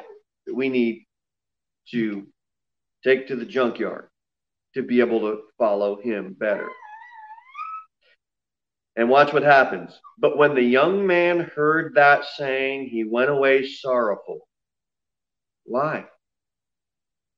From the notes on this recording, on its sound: Sermon delivered at Pilgrim Baptist Church on Thursday, October 8, 2020, at 6:15 pm. Jere Whitson Rd.